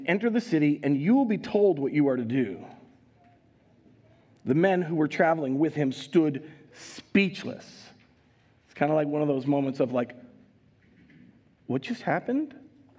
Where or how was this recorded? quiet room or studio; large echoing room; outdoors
large echoing room